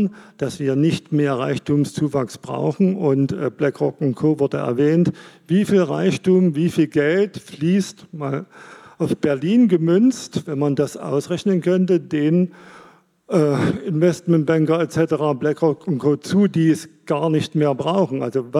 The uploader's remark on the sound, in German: Am Set: Herrschaft durch Lüge – Publikumsgespräch. Das Publikumsgespräch in der Musikbrauerei Berlin.